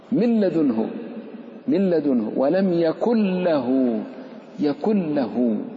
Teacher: اللام والراء بدون غنة · Term: إدغام كامل